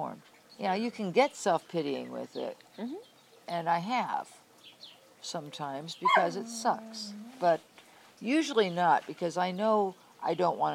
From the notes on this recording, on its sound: There are birds chirping, the sounds of water running, and the occasional bark from one of her adorable dogs